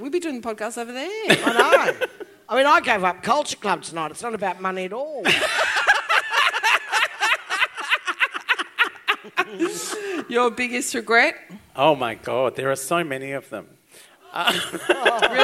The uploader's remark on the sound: LIVE at the Brunswick Ballroom. LIVE RECORDING.